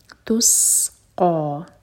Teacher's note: تسقا، تا پر ضمہ تو ہمارے ہوٹ گول ہوں گے، سین پر ہے سکون تو ہوٹوں کو گول نہ رہنے دیں، فلیٹ کر لیں، زبان بھی فلیٹ ہوگی اور ہوٹ بھی. تس اور سین پر وسل والا ساؤنڈ، تس قا. قاف ہیوی مبرکہ پڑھا جائے گا حلق سے، قاف پر فتحہ، ساتھ میں ہے الف مقصورہ، سو دو حرکہ لمبا.